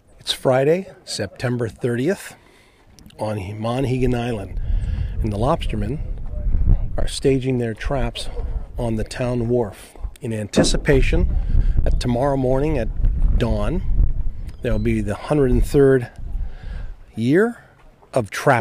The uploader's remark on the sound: Trap Day Monhegan Island Maine 2022. Listen in to the voices of the island and sounds of Trap Day!